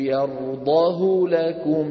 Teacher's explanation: يقرأها بكسرة كاملة لكن غير مشبعة حتى يتولد منها ياء · Term: ترك الصلة